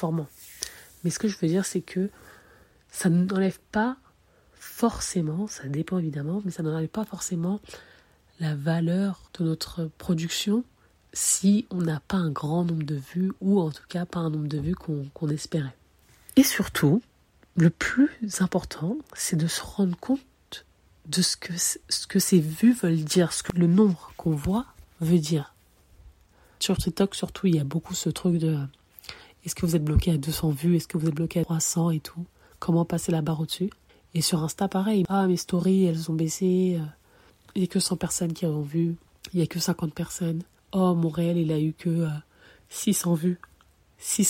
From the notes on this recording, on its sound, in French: J’annonce tout de suite la qualité de l’audio n’est pas au top. On a enregistré l’épisode depuis son lit à 2h et avec son téléphone.